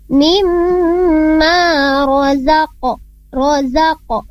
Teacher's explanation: Nah, di sana huruf qaf. Qaf itu diqalqalahkan mimma razaqnahum.